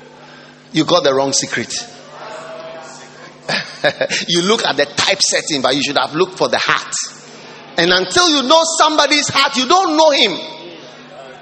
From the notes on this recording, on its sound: Preached at the Lighthouse Chapel International, Cornerstone Cathedral.